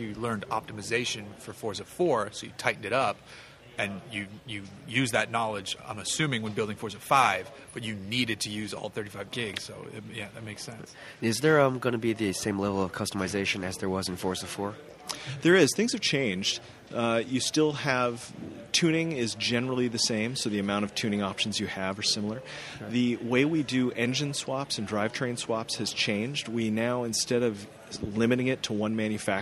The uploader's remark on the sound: This week we bring you a special episode of the Hooniverse podcast live from the XBox One launch party in Hollywood